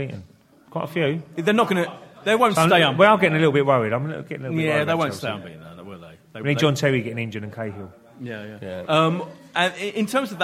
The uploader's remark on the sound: In the second part of the LIVE show